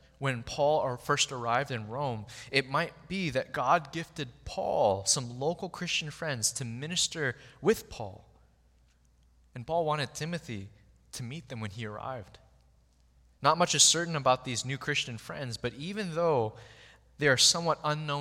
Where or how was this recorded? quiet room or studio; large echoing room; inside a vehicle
large echoing room